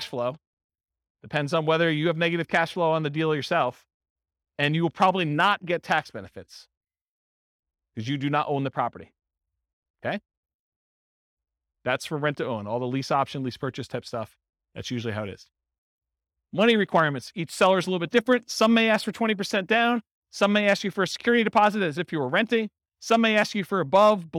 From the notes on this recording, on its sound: This was a live class recorded